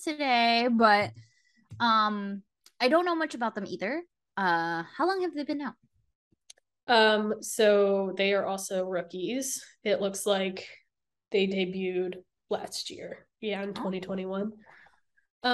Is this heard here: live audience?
no